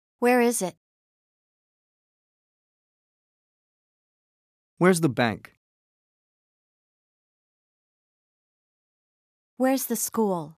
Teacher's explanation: Falling intonation for questions with where.